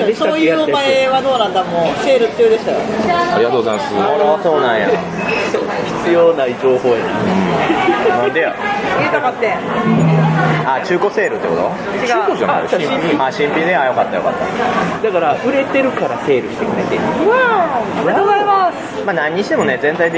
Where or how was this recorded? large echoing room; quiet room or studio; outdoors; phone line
outdoors